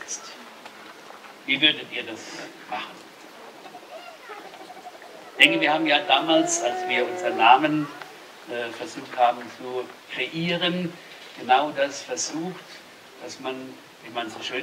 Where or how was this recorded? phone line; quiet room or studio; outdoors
outdoors